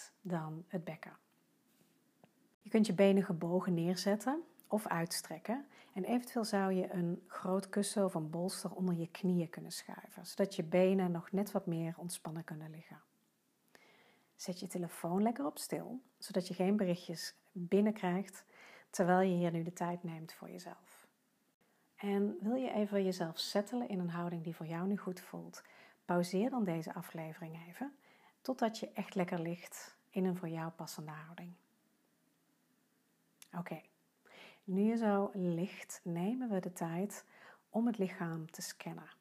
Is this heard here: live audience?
no